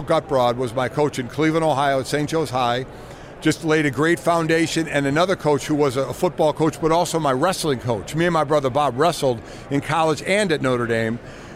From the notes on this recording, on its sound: live from radio row for Super Bowl LVII